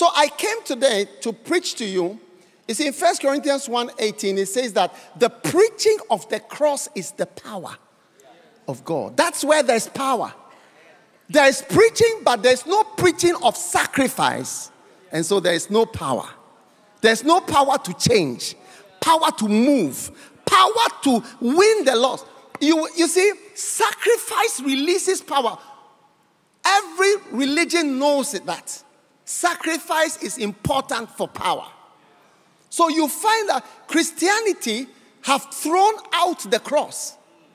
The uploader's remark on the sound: Preached at The City Harvest Church, Singapore.